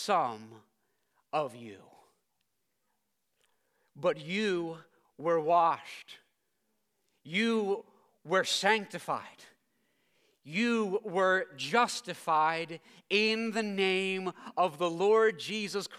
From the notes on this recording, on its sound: preached this sermon at Covenant Fellowship Church